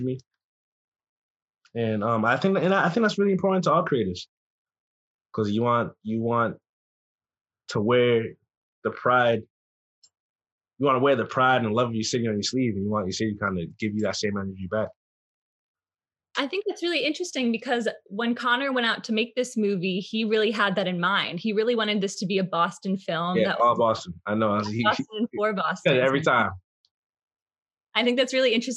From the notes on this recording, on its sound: Via Zoom.